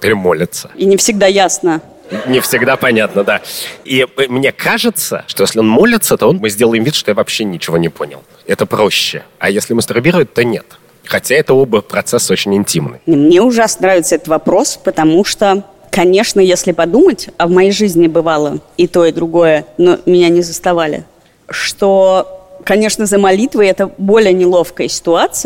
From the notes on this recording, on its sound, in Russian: Открытая запись подкаста в ДК «Рассвет»